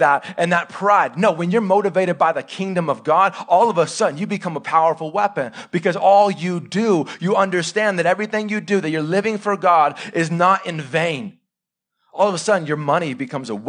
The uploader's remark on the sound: Live sermon recorded 26-September-2021 .